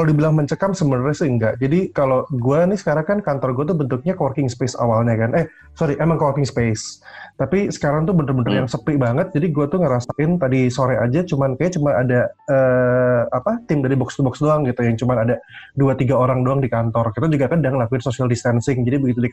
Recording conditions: video call